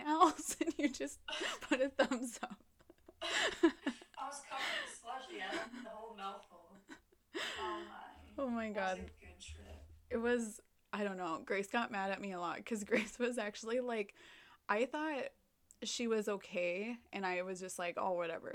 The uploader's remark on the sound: Technical Difficulties and All!